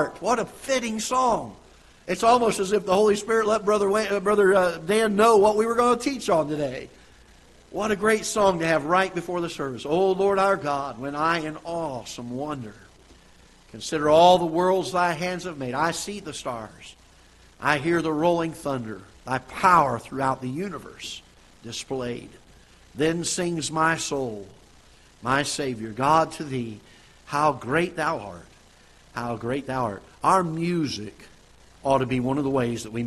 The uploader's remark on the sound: Ketha Heights Baptist Church ~ Live Broadcast.